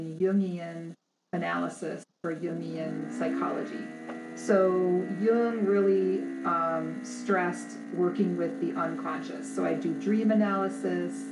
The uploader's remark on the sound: There is a buzzing sound that happens sometimes starting a few minutes in and then lasting the rest of the interview.